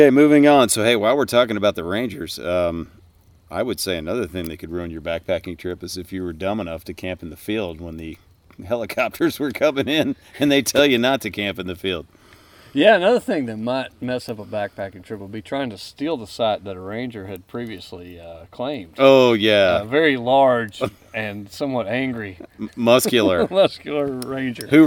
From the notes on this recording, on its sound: I sit fireside. On the Benton MacKaye Trail in North Georgia.